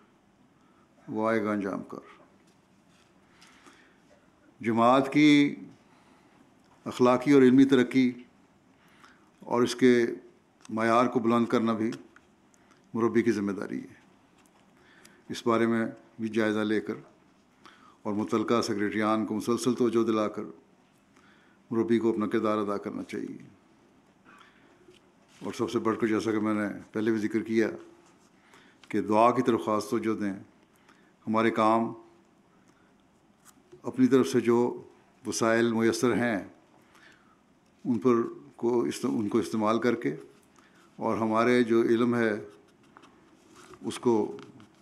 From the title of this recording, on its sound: Jamia UK Convocation 2019-2022: Keynote Address